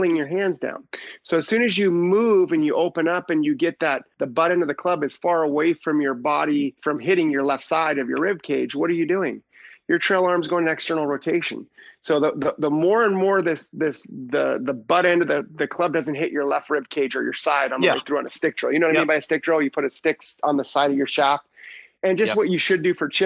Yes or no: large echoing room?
no